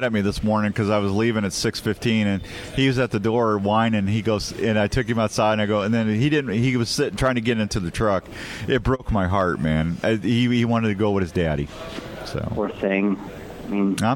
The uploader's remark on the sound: Live from the Iowa Deer Classic